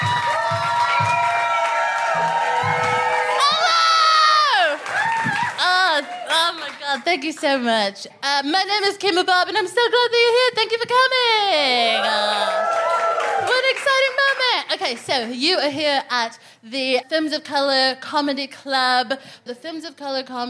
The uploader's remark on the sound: FOC IT UP Comedy Club. Recorded 4 October 2022 at 21Soho in London.